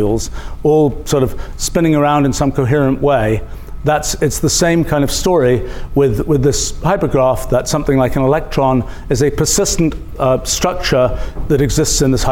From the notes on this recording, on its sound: Center for the Future Mind. Lecture from Mindfest 2023.